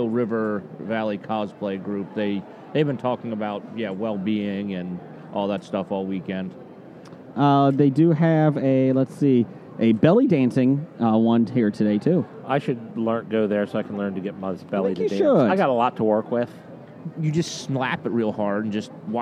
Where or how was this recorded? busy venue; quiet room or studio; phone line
busy venue